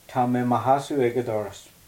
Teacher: ma, meaning my, causes aspiration